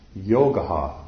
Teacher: So instead of saying yoga, that little dot means yogaha. So I end with an a, but then there's an extra aha.